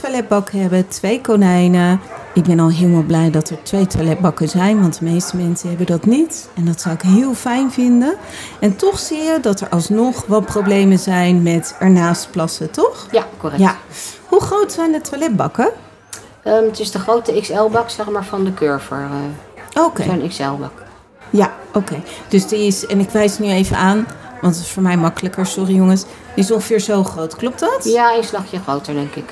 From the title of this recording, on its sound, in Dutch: Laatste dag live op Animal Event